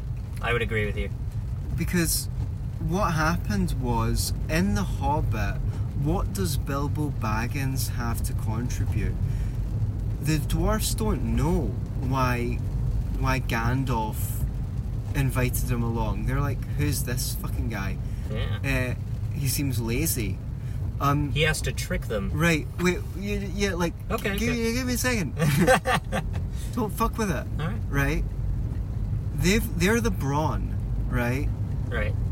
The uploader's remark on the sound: We try to record while driving in the rain.